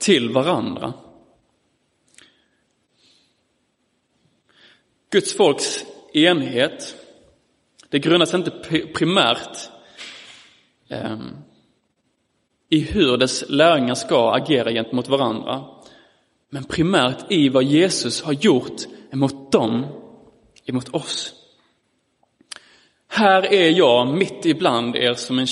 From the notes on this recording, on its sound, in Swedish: Inspelad i Roseniuskyrkan den 18 september 2022.